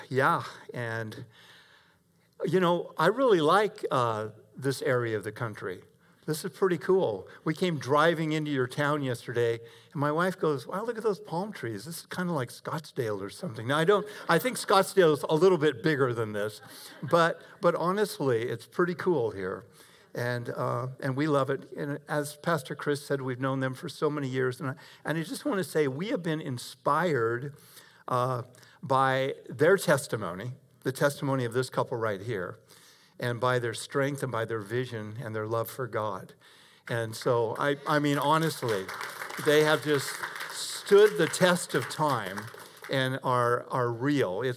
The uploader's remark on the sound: Delivered 28 June 2021 at Grace Church of La Verne . Delivered 28 June 2021 at Grace Church of La Verne .